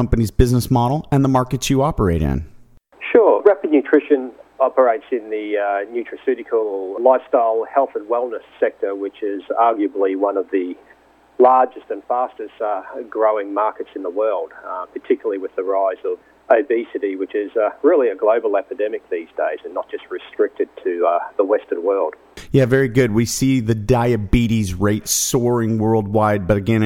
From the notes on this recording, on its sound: called in to SmallCapVoice